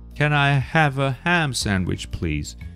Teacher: basically have and ham sandwich, right? Have ham sandwich. These would be the two important points in this sentence that stand out in volume.